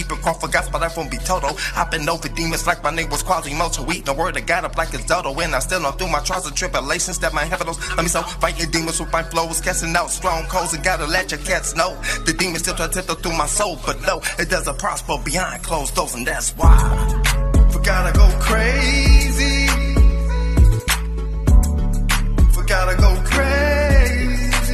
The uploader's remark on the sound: we are live at the C2 TV Award Show 23!